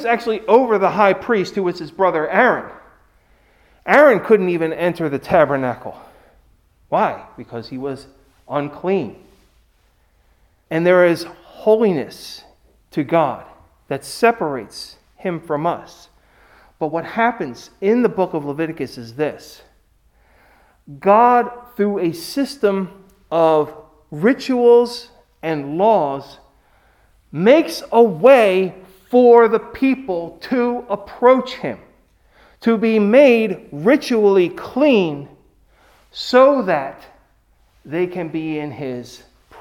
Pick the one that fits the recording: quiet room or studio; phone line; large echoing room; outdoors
large echoing room